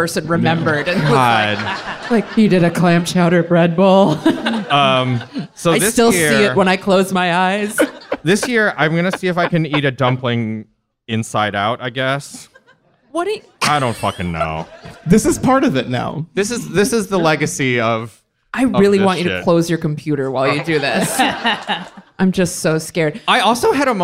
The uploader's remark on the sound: Live from SF Sketchfest. Live from San Francisco Sketchfest!